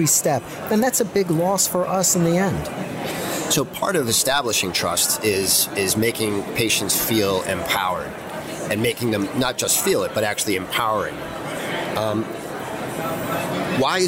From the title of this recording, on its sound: Live at Pharma USA